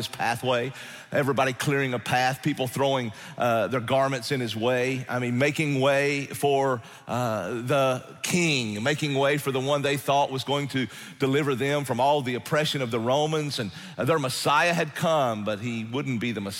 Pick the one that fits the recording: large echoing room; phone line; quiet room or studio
large echoing room